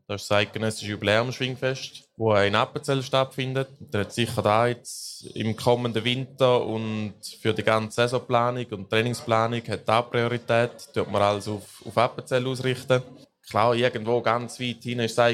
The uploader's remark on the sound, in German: Im Live-Podcast an der WEGA (Weinfelder Gewerbe Ausstellung)